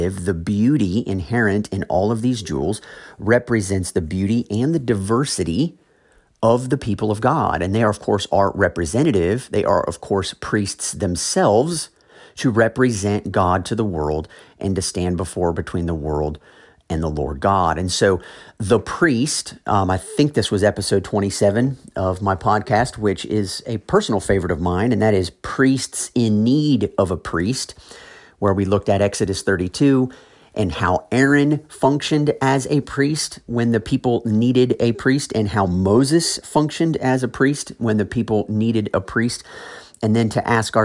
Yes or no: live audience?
no